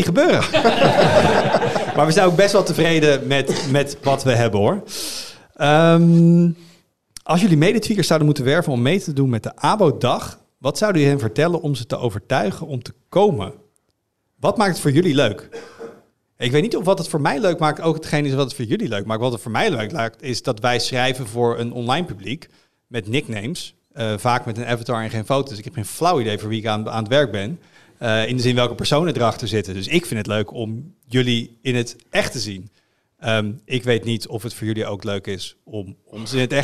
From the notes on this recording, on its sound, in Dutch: Op 10 juni vond de Tweakers Abodag plaats en die dag werd afgesloten met een live-opname van de podcast